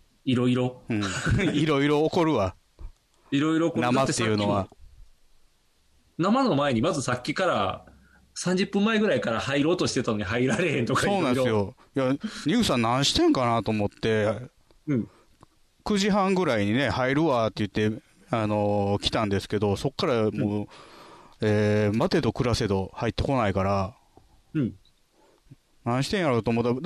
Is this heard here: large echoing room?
no